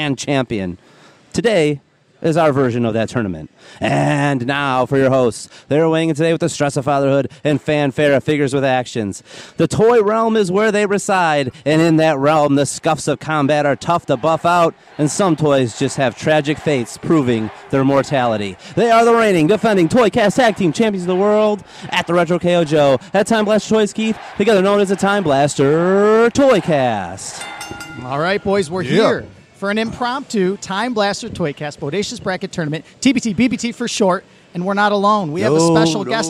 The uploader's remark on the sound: live from Really Cool Comic Con in Flint, MI!